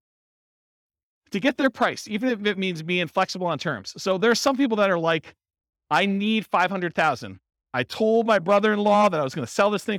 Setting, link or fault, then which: setting, live audience